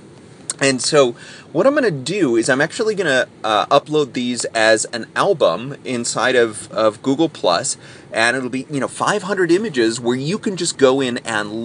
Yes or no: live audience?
no